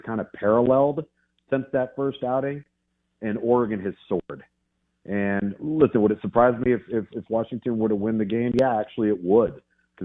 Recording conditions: phone line